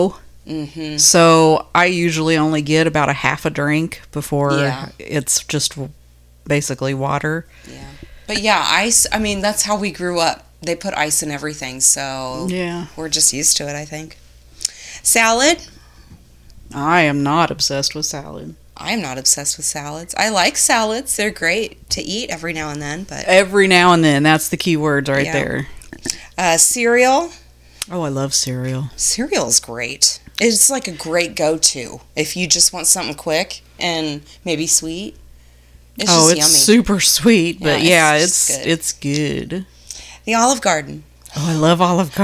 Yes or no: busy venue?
no